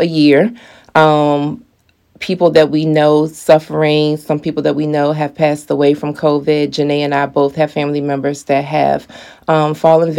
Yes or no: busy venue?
no